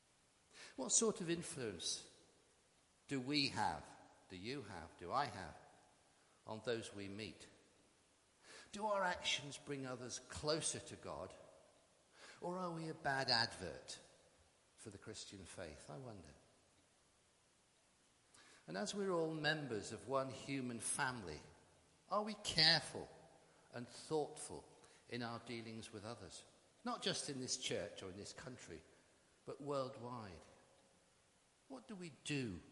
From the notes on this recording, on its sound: Christ Church, Bayston Hill (UK)